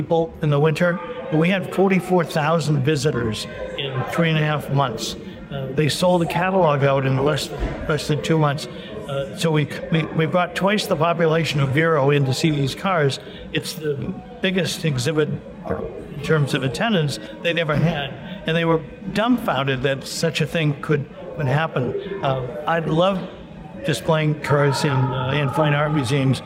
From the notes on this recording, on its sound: On the Road at the Chattanooga Motorcar Festival.